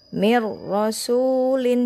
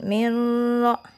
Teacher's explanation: Jadi jangan dipanjangkan, jangan mirlo Tapi langsung cukup dimasukkan saja tanpa dengan gunnah · Shown in: first take · Mir rasulin. · Term: idgham bila gunnah